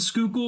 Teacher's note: spelled S C H U Y L K I L L. And we do not pronounce the first L.